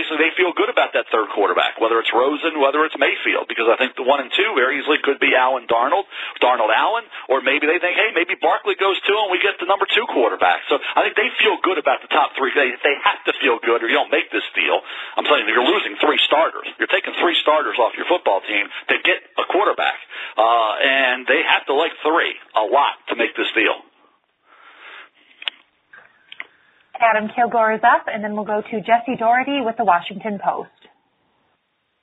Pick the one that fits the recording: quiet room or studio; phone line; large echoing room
phone line